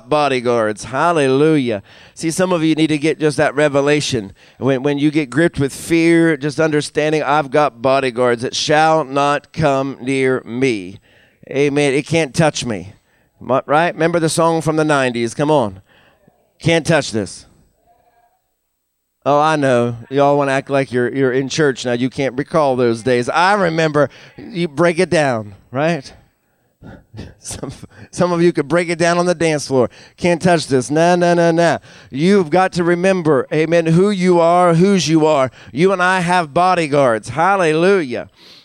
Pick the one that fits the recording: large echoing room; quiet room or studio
large echoing room